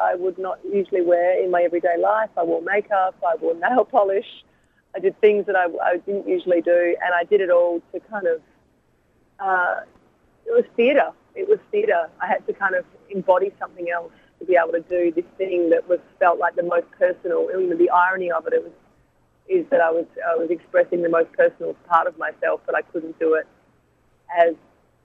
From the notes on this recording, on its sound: by phone